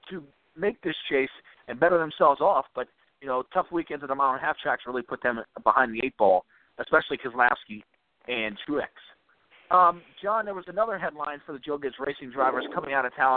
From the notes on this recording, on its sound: we take your phone calls